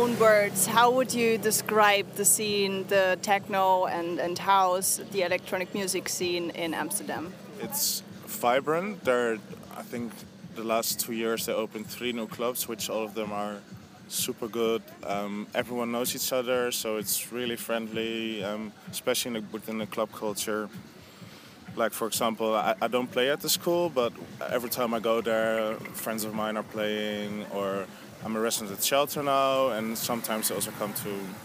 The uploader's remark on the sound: This interview was recorded with summer feelings during the Lighthouse Festival 2018 in Croatia.